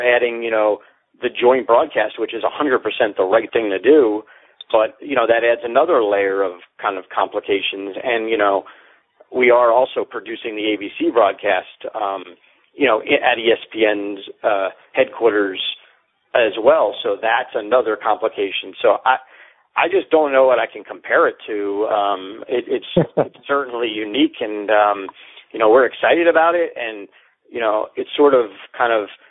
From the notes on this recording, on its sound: NFL Draft teleconference